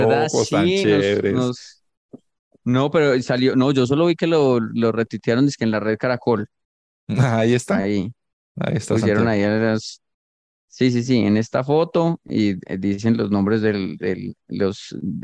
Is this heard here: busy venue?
no